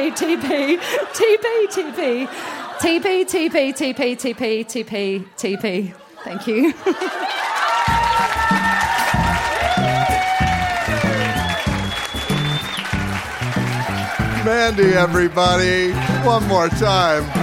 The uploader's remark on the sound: Recorded live at the Woodford Folk Festival